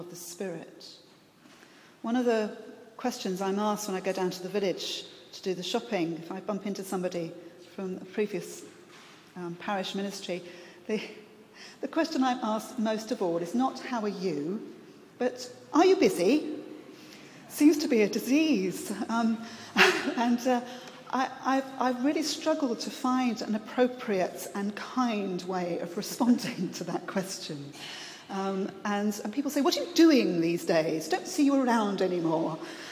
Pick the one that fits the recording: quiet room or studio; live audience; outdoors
live audience